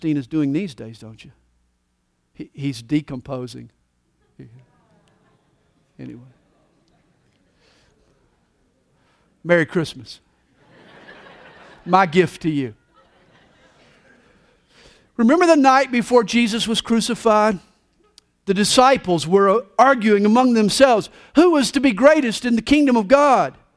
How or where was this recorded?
live audience